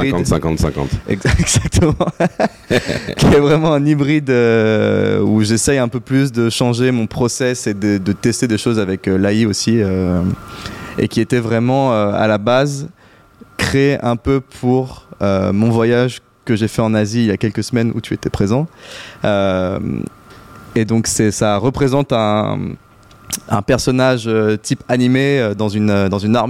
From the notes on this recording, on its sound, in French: Nous étions en direct depuis la NFT Factory avec les collectif Somaverse et Suprchief Gallery pour l'exposition de ces 5 artistes.